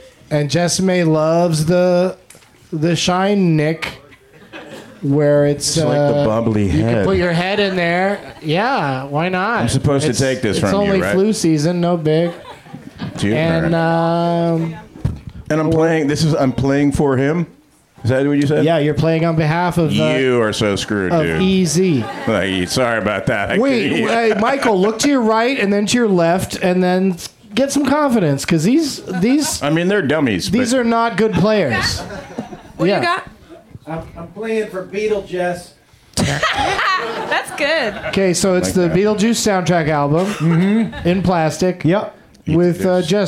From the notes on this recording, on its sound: Live from the UCB Franklin in LA